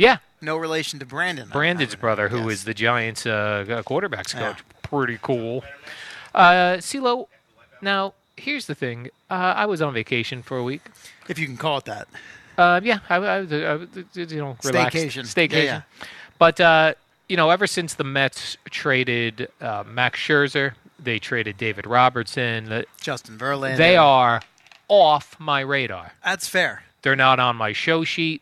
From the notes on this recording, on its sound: Live from Giants camp